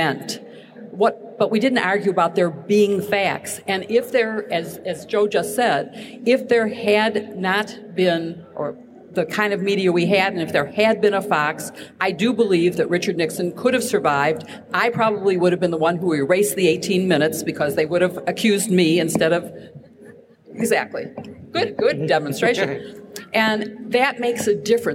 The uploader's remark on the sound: LIVE from Politicon in Nashville, Tennessee.